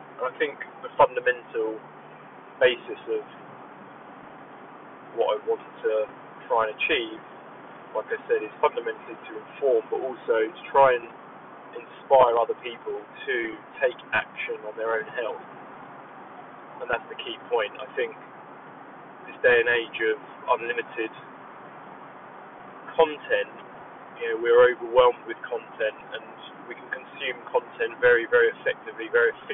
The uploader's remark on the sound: This is simply a test episode, no planned structure or content, just a 20 minute stream of consciousness while driving.